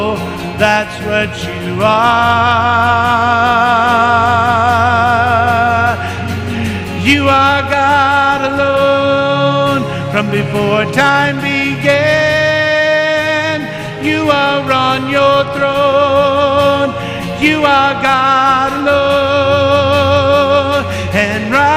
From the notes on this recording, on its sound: Mt. Zion Church Live!